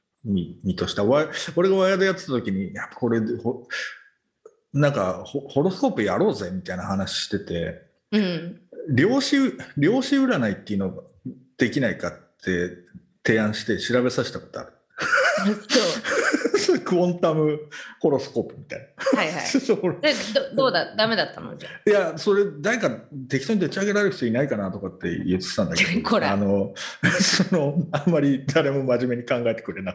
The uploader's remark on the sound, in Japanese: 本収録はビデオ会議サービス「Zoom」を使用し。一部聞き取りづらい箇所があります。